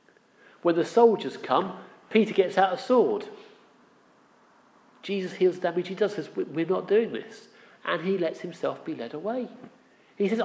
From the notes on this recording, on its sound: Our sermon from the 9am Palm Sunday service